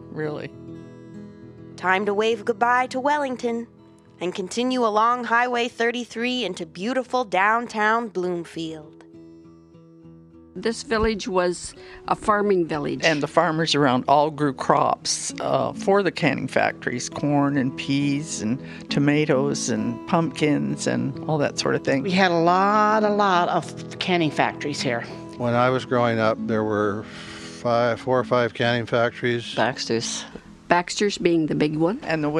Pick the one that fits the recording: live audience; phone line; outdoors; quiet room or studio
outdoors